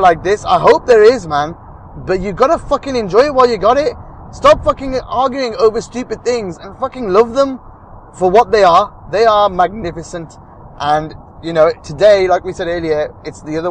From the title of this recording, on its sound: Post Match Car Pod